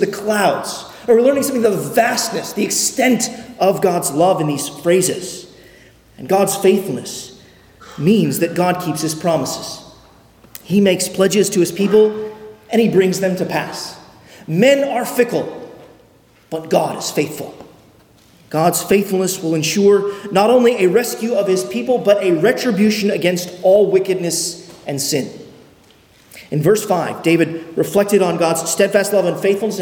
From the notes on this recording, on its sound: at Arlington Baptist Church in Arlington, Virginia